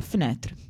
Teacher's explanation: c'è una sorta di vocale leggermente arrotondata, che nel palato veloce poi viene completamente assorbita, fenêtre. Quindi la F e la N sono praticamente vicine, · Term: schwa